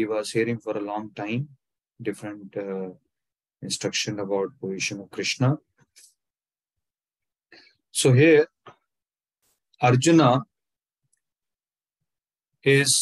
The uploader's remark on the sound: Zoom Recorded Class